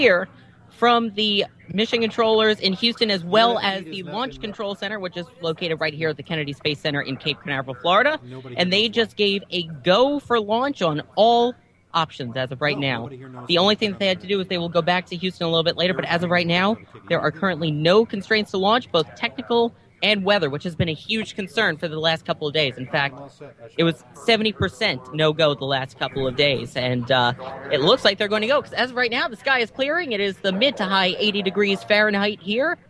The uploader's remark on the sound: The entire team gathered at the Kennedy Space Center to broadcast live coverage of the final space shuttle launch. The final flight of the shuttle program can be heard directly from our own microphones as we narrate the 8 and 1/2 minute climb to orbit which Atlantis performed. Live from the Kennedy Space Center in Cape Canaveral, Florida.